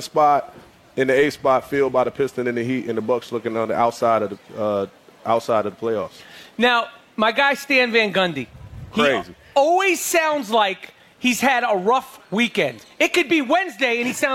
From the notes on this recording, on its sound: Recorded LIVE in front of a packed crowd at TuneIn Studios in Austin, TX!